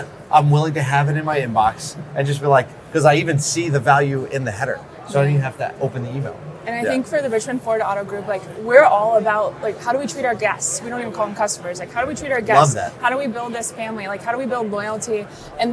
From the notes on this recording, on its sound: The conversation, recorded at the 2024 NADA Show.